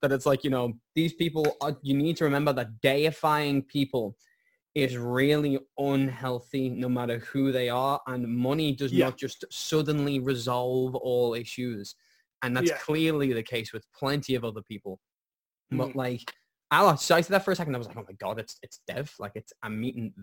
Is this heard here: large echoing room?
no